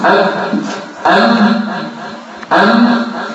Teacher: بعد كده الميم والباء والواو من الشفتين. الميم والباء والميم والواو من الشفتين.